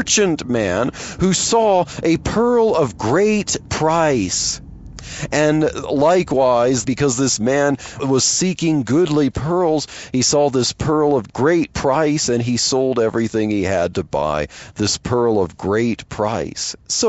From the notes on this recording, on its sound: while driving to work